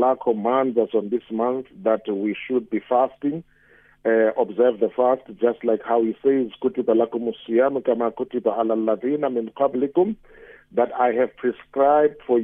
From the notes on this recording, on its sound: Guest on the phone